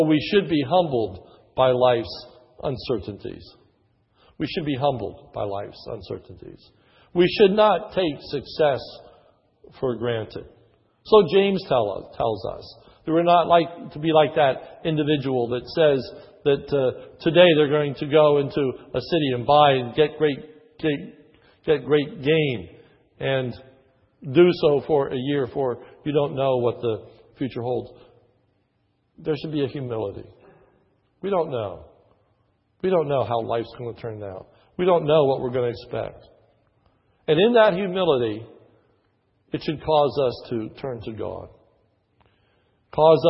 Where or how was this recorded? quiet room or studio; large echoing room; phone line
large echoing room